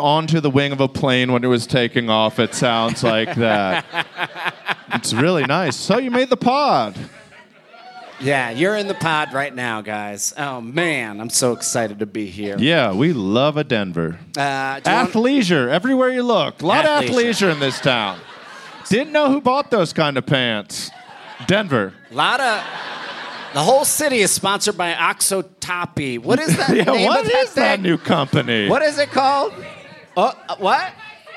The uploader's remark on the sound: It's Bananas live from Denver!